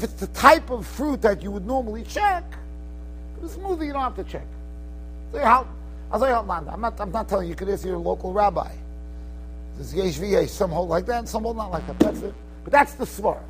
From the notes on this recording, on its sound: Shiur recorded in Yeshivas Ohr Reuven, Monsey, NY.